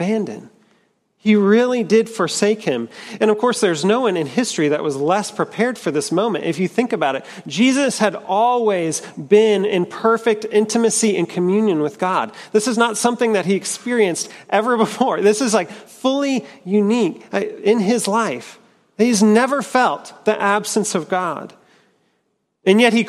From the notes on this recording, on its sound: at Trinity Church, Puerto Rico.